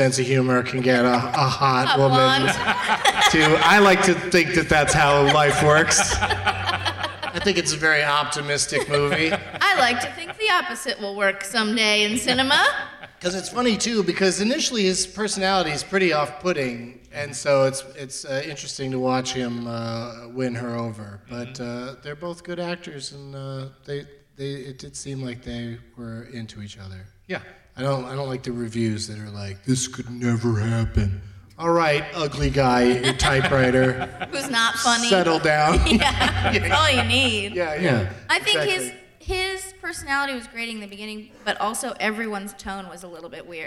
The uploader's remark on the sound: Live from the Egyptian Theatre Hollywood as part of Maltinfest